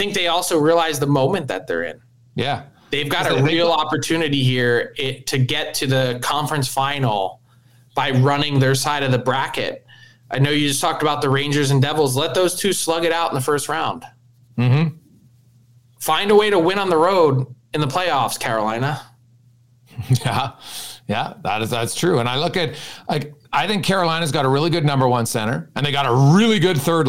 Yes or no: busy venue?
no